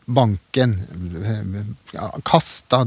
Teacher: Banken, ja, kasta Det er liksom første biten som får eh, mest vekt